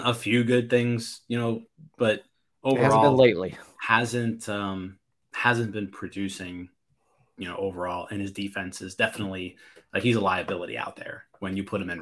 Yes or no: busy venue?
no